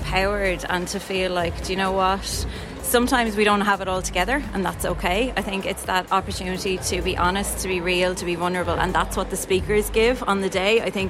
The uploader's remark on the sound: We catch up with some of Ireland's leading female speakers at Shine Festival 2023